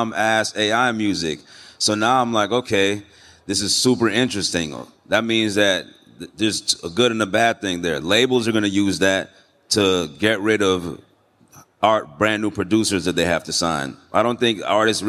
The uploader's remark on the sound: Music NFTs at NFT Paris. A special episode recorded on the mainstage.